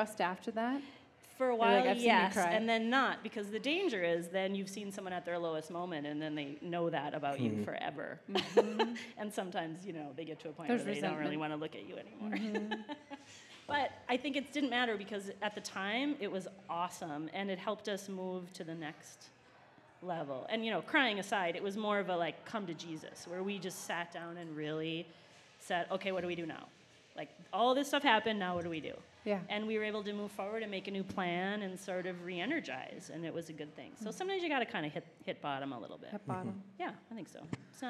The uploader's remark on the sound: This was a live episode recorded on June 28, 2016 at Republic Seven Corners